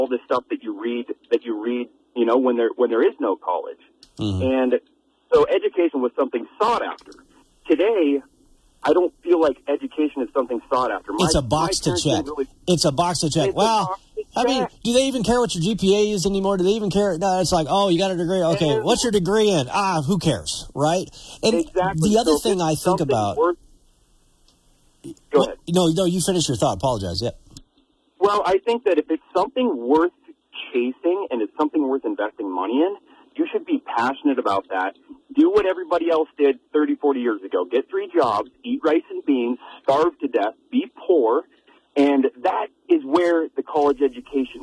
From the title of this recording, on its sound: Open Phone Lines